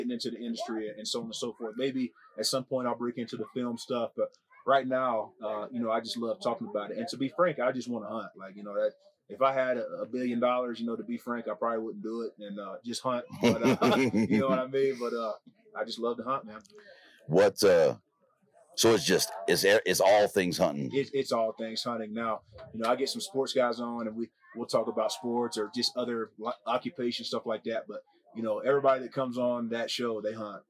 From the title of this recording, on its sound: Live From Western Hunt Fest